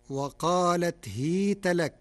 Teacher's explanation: قرأ ورش كلمة هيت بكسر الهاء فتصير وقالت هيت لك، ففتح الهاء وكسرها لغتان عند العرب، ومن فتح التاء بناها على الفتح في نحو كيف وأين.